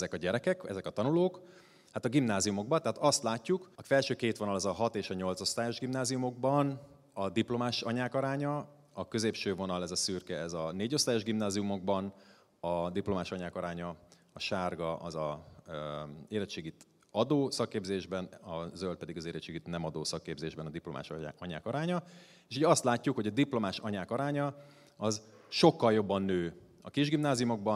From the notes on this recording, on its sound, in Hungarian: a hatodik Qubit Live-on tartott előadásában